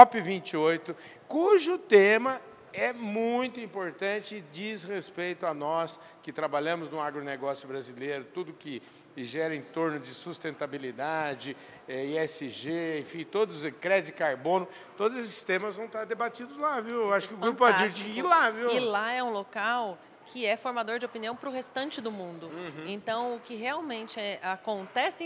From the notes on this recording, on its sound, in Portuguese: Prosa gravada durante o Meeting Adir, realizado em Ribeirão Preto!